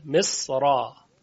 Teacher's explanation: خب طبق قاعده باید ترقیق بشه، اما حرف صاد که جزء حروف استعلا و اطباق هست و صدای درشتی داره و مفخم هست، این موجب میشه که ترقیق انجام نشه بلکه را تفخیم بشه، مصرا. چون اگر بخوایم بگیم مصرا مشکله مقداری و ورش در اینجا تفخیم کرده، مصرا.